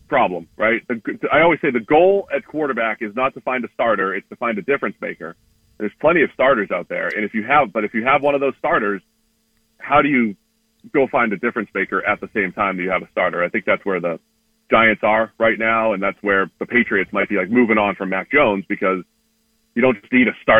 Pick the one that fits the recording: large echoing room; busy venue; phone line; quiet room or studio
phone line